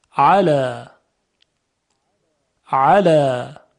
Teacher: در حرف عین تارهای صوتی ارتعاش دارند و حرف عین ظریف‌تر تلفظ میشه